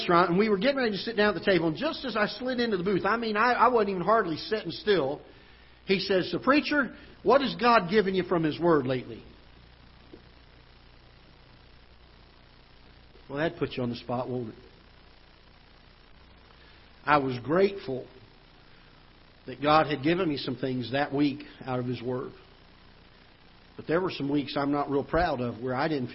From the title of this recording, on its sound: Ketha Heights Baptist Church ~ Live Broadcast